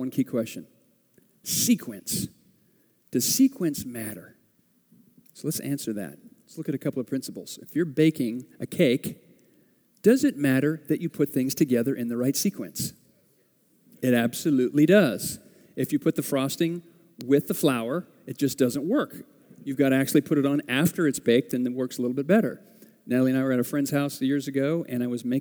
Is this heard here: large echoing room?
yes